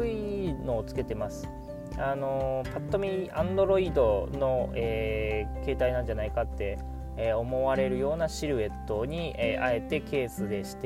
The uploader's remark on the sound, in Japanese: 今回は出張期間が終わってしまったので、車で収録していますので。